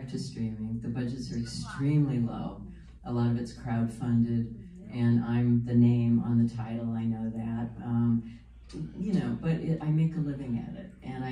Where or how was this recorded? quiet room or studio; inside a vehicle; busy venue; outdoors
busy venue